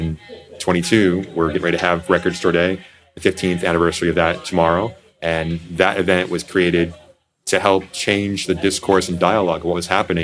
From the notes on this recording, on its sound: Recorded in the alcove at Stardust Video and Coffee on the eve of Record Store Day in April 2022.